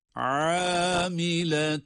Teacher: Hem ayın boğazın ortasından hem de med yapılarak, uzatılarak okuyoruz. Amiletun. Gördüğümüz gibi bir elif miktarı uzatıyoruz ayın harfini. · Term: ayn harfi